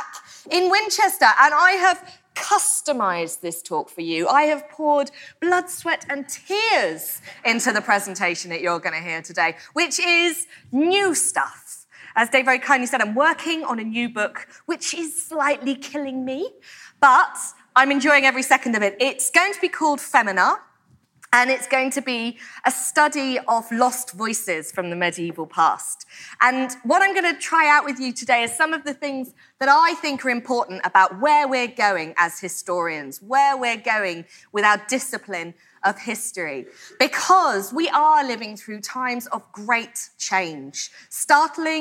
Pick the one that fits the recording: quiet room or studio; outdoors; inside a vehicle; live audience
live audience